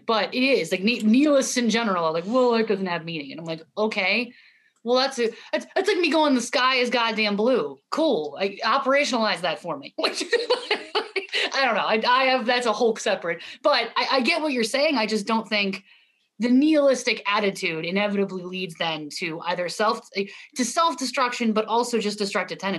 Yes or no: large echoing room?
no